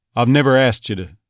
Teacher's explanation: Notice the word to almost became more of a D sound at the beginning.